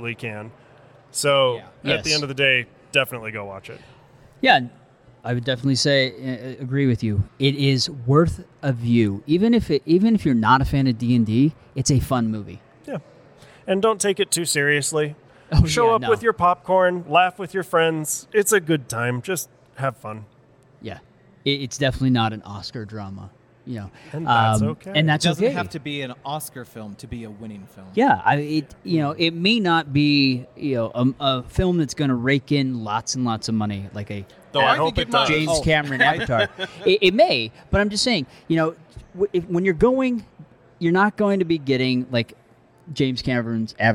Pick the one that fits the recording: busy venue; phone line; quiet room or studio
busy venue